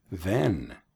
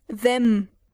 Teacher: Your tongue isn't touching anything and your lips are closed. · Shown in: second take